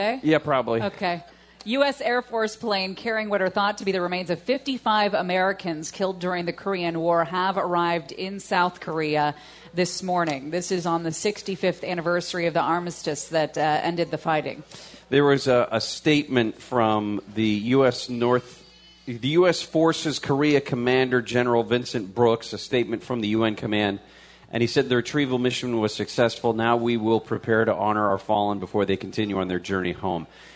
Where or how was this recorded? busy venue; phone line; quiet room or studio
busy venue